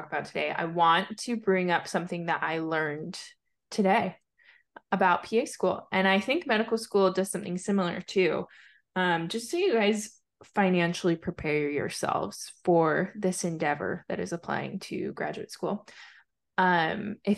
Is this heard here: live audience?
no